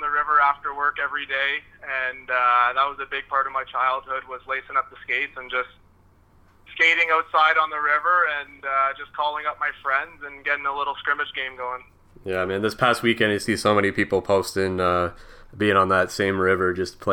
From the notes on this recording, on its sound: on the phone (03:28)